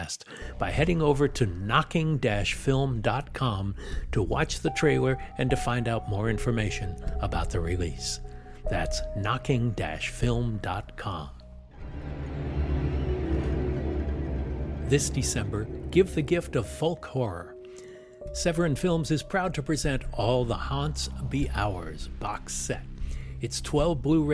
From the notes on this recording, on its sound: Live from the Universal backlot